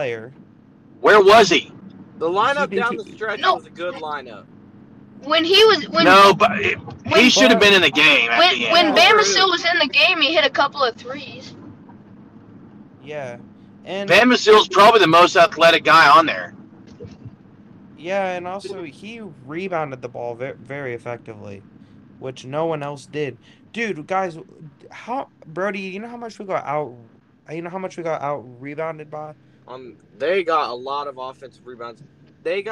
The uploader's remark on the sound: We did have audio issues with some people driving during the podcast